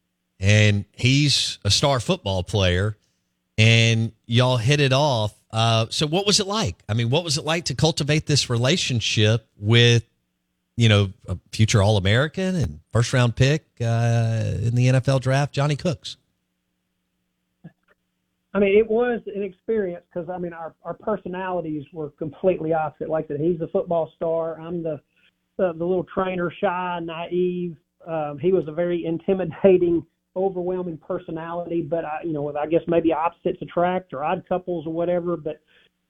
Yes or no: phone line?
yes